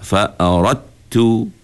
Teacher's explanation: kita tak baca dal, kita terus baca ta. · Term: idgham al-mutajanisain